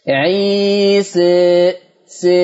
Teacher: نلاحظ أن الألف ممالة ولكنها إلى الياء أقرب، إذن يطلق عليها إمالة كبرى